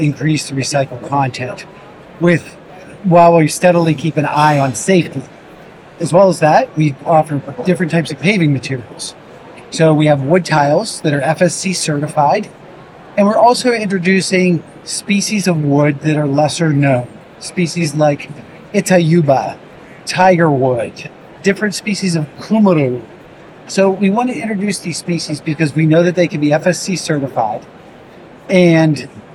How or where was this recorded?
busy venue